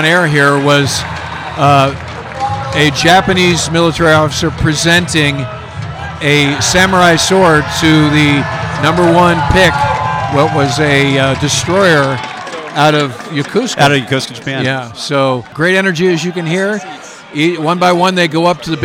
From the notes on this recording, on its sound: Live from USNA's Ship Selection Night. All the action live from the Naval Academy's Ship Selection Night.